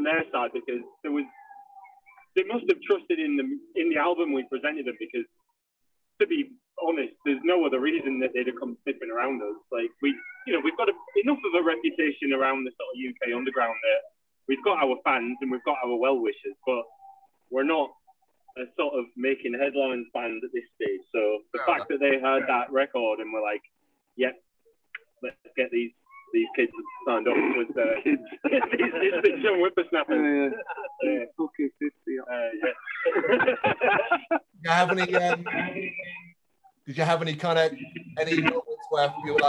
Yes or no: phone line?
yes